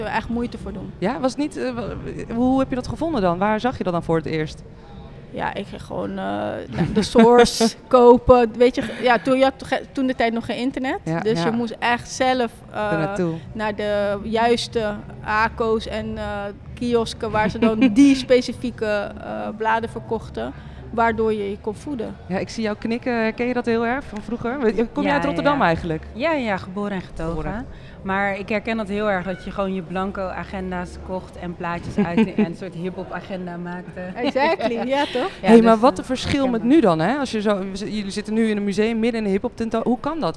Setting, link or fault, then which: setting, busy venue